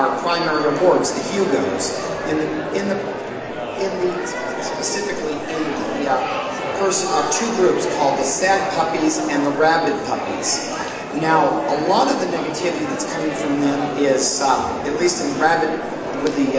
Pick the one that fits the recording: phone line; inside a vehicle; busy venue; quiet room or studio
busy venue